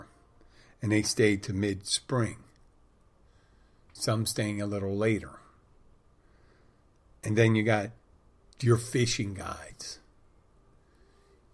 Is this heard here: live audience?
no